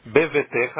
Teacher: A sílaba tônica é anterior à última. · Term: paroxítona